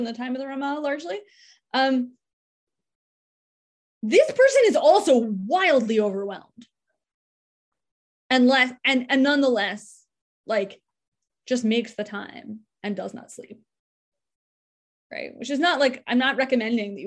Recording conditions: video call